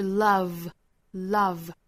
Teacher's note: 上齿去摩擦下唇的这个 v,相当于是一个震动声带发声，一定要注意这个音不能嘴巴嘟起来去发那个 w,不是 love 而是 love love how I'd love love love to